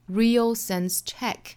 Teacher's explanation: check 重读 sense 弱读 real 重读